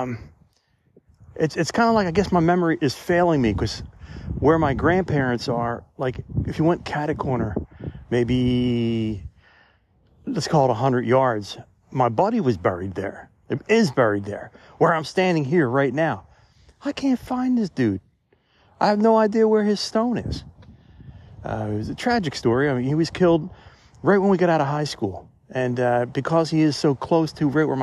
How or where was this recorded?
outdoors